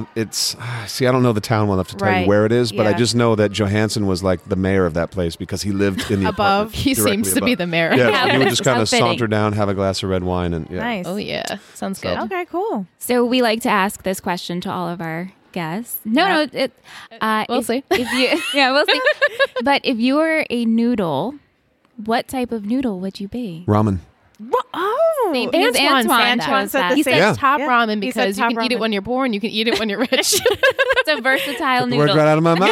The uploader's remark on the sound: LIVE FROM TRIC